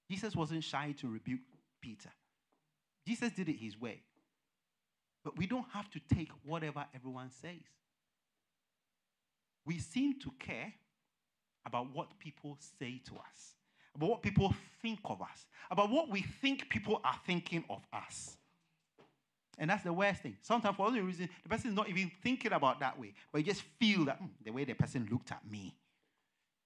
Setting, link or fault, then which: setting, large echoing room